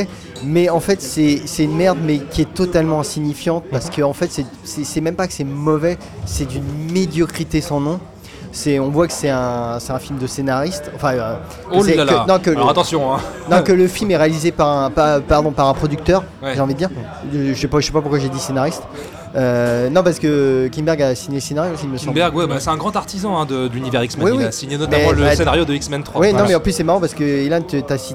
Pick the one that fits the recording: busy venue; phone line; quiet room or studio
busy venue